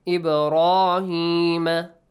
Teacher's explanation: Pronounce the letter ba with a qalqala, with an echoing sound.